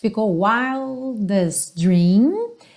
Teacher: O T do wildest com o D do dream, um som só.